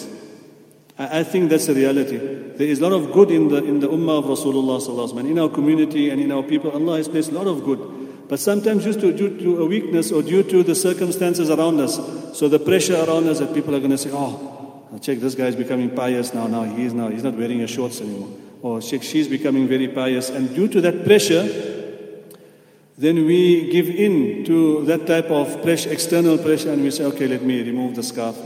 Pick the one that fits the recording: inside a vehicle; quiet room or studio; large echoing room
large echoing room